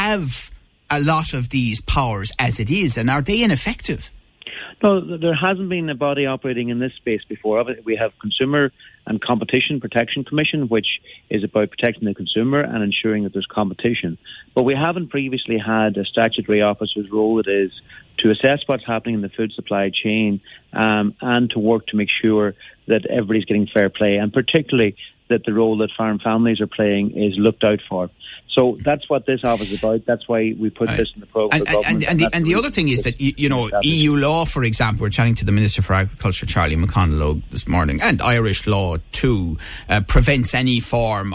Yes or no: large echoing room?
no